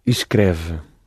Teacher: there is an E on the end, but in fluent speech the E is almost lost, but we need to know that it's there.